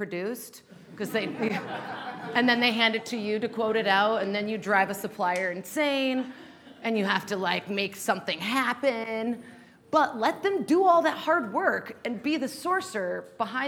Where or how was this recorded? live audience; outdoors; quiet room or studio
live audience